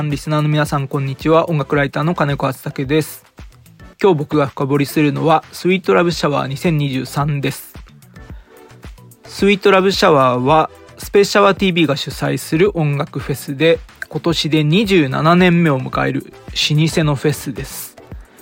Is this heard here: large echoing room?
no